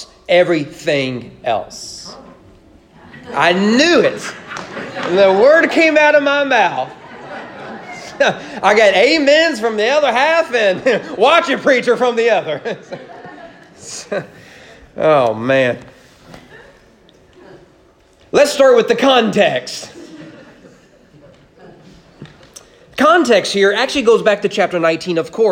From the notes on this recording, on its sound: Sermon preached at East Frankfort Baptist Church on March 14, 2021 during morning worship.